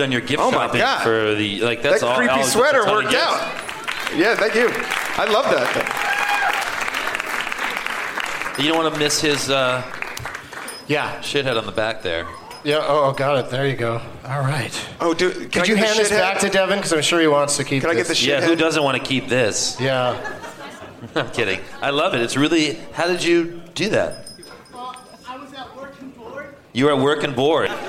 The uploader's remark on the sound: Live from the Gramercy Theater. The New York edition of the 12 Guests of Christmas competition.